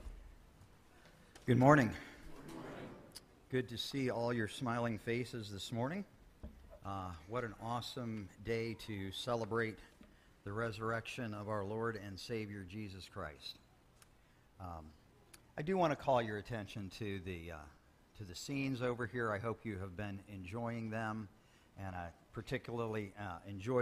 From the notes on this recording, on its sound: Sermon Audio